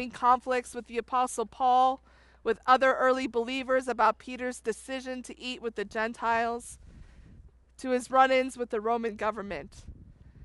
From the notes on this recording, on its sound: This was also a drive-in style Palm Sunday service. Preached outside on a trailer.